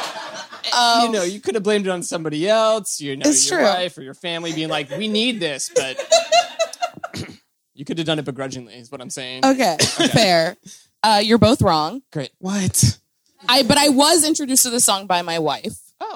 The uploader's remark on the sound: This LIVE edition of the show. Improvises a song based on suggestions from the audience.